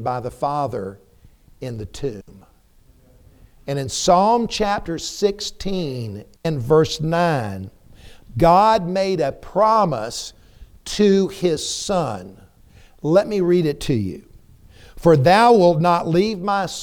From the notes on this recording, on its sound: preached a timely sermon in the TBC pulpit